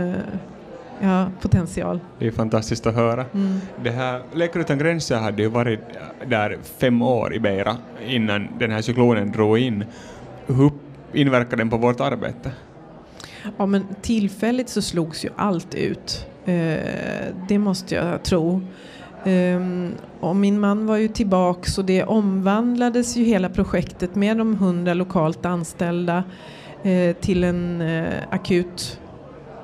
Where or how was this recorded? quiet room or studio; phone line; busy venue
busy venue